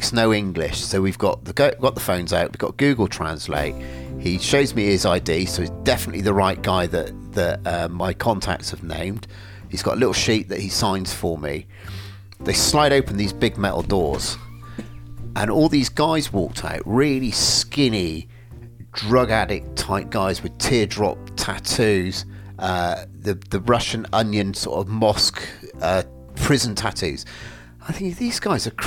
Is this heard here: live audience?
no